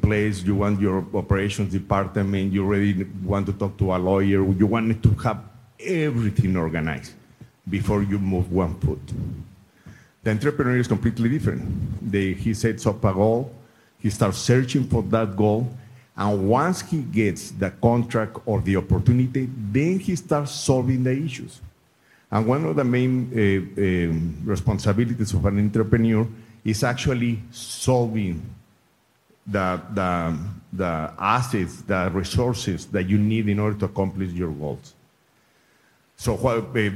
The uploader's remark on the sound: MCALLEN, Texas. One of the panelists at the “CEOs Unite – Let’s Get Uncomfortable” summit. The event was hosted by Hidalgo County Prosperity Task Force and Futuro RGV.